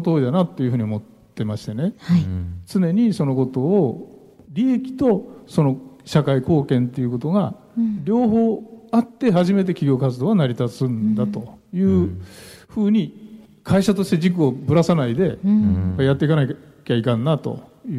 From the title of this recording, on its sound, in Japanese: 公開録音「地球と共生・環境の集い2020」